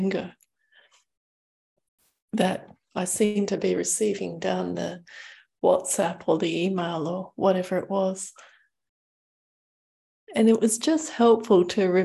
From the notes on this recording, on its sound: Due to an international audience, these weekly Tuesday night teachings are happening via Zoom from Bodhinyana Monastery.